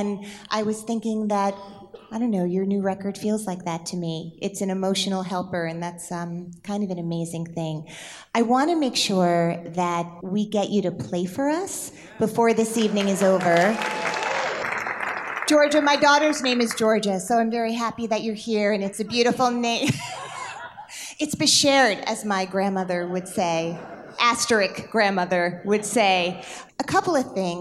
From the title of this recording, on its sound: Recorded Live